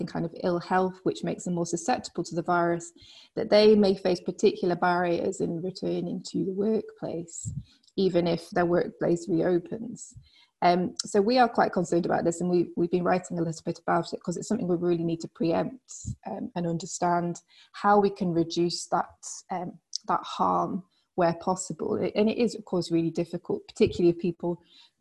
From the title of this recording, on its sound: FAI webinar